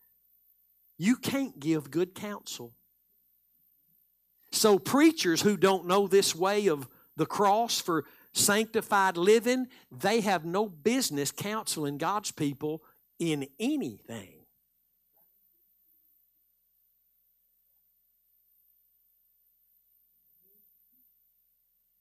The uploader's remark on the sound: Live Sunday Morning Service